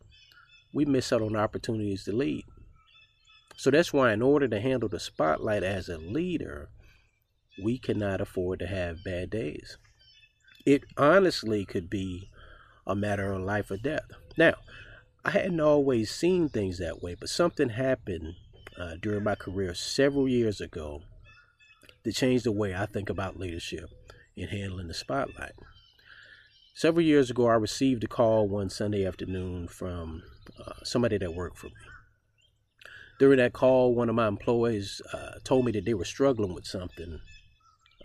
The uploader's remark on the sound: With the sounds of spring in the background